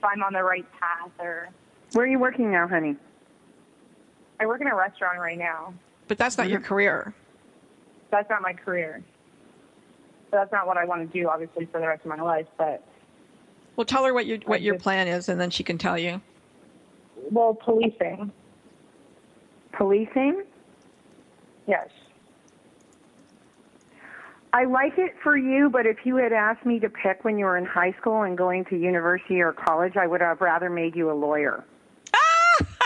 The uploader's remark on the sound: She talked about hauntings and gave live readings to callers.